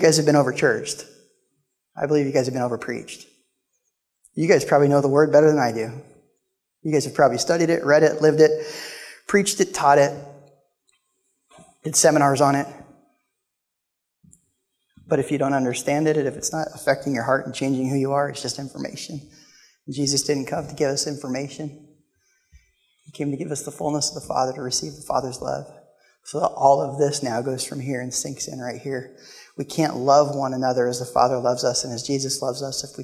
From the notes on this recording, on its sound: Live from The Summit Church in Dover, OH